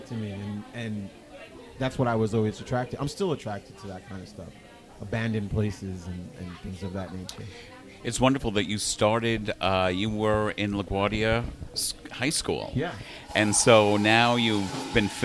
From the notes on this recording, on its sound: at the KGFC Filmmakers Lounge hosted by Ateaz Organic Coffee & Tea